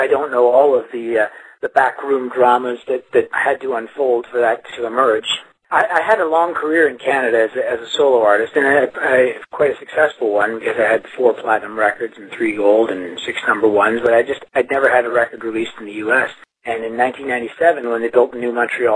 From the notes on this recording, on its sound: took some time from the road to call in to Concert Blast